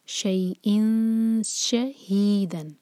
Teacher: شئی اسی طرح جیسے پہلے پڑھا تھا، مدلین ہے سافٹ. شئیئن حمزہ کی تنوین، سلائڈنگ تنوین، کسرتین، اس کے بعد شین، تو شین کے لیے زبان تیار اور دو سیکنڈس کا ٹائم.